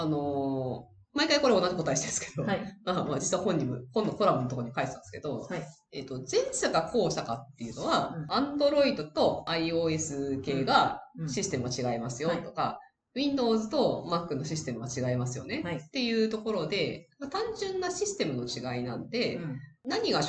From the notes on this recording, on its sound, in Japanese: 今月音質が非常に悪いです！すみません！